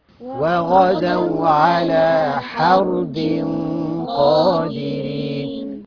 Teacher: هنا غنة الإخفاء تكون مفخمة